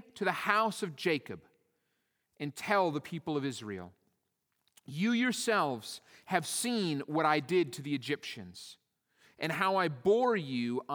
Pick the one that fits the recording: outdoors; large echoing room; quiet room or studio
large echoing room